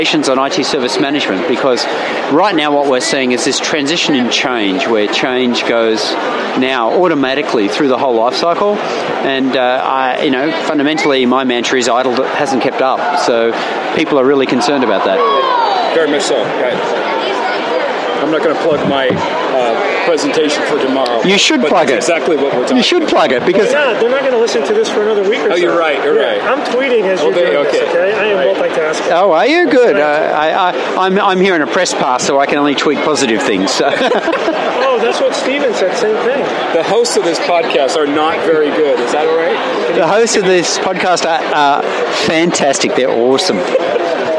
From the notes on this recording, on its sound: Fusion 16 podcast from the Expo Hall floor at the MGM Hotel in Las Vegas, Nevada recorded on November 2, 2016